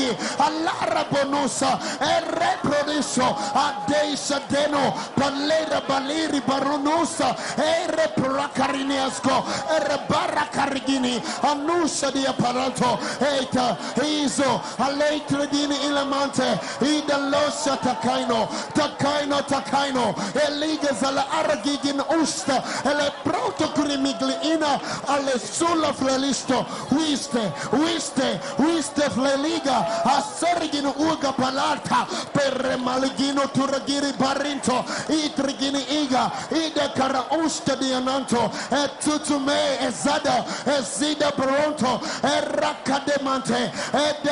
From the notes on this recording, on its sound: SUNDAY LIVE SERVICE | 21/05/17| ECG CHURCH